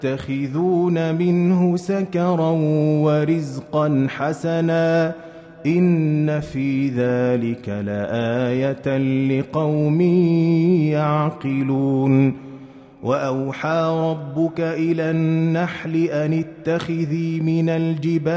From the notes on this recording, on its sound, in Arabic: مسجل من صلاة التراويح بمسجد السلام بحي مشرفة بجدة.